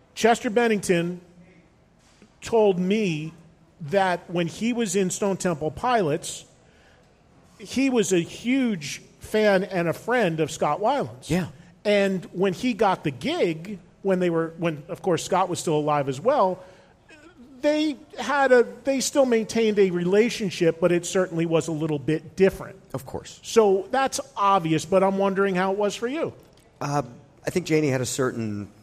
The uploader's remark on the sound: Recorded in front of a live audience at House of Blues in Houston, T.X.